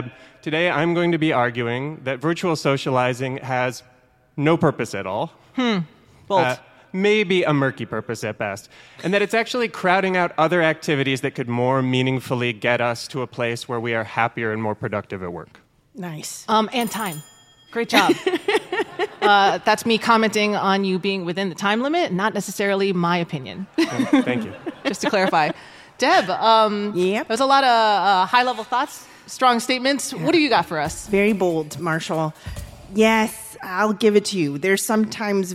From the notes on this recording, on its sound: For our first ever live show, recorded at Atlassian's Team '23 conference in Vegas. Took to the stage to debate this thorny topic.